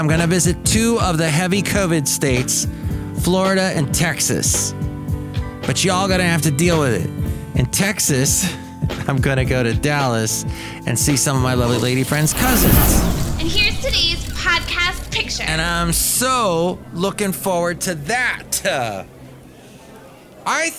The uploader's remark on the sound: Podcasts live from Cafe Anyway.